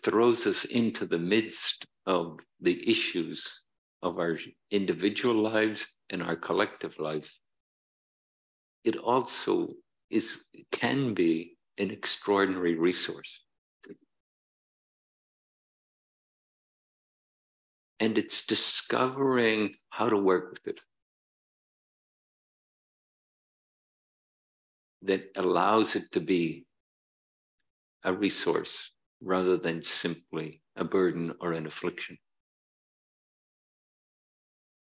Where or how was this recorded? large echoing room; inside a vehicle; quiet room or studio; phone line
large echoing room